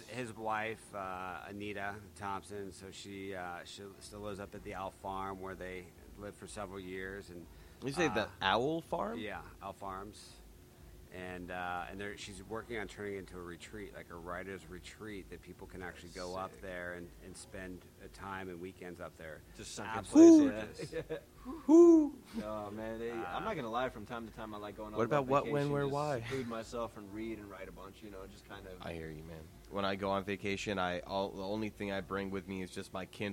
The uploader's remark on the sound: The crew are live at Cannabition Cannabis Museum in lovely Las Vegas Nevada.